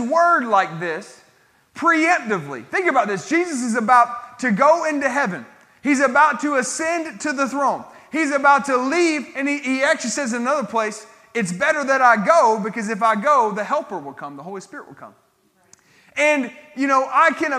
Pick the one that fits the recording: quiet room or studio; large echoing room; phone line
large echoing room